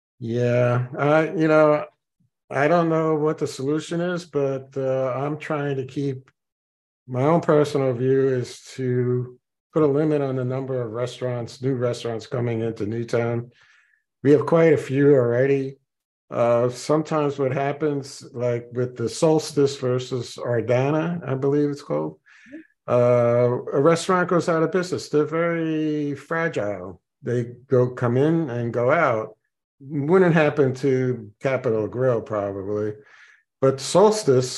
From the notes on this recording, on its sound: Zoom meeting. Participants had a lively discussion.